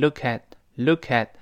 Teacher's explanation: 最后那个 t 失去爆破了，因为后面 new 出现别的辅音了啊